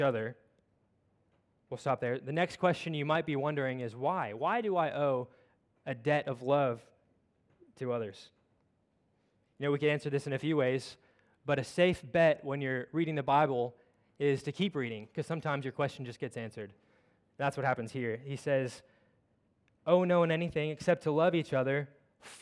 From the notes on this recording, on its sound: at Covenant Hope Church in Dubai, UAE on Jan 01, 2023